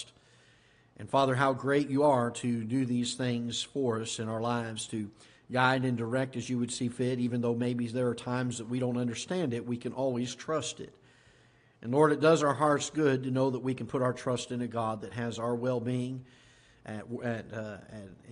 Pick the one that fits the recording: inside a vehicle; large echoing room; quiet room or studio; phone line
large echoing room